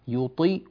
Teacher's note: يطيع الطاء هنا مفخمة مكسورة